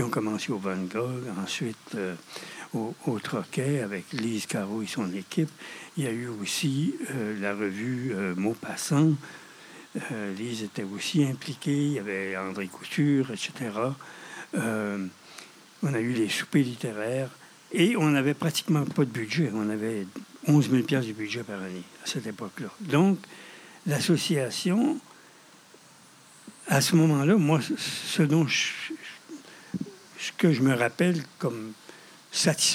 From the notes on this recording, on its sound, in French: Enregistré sur le sentier culturel de la Ville de Gatineau.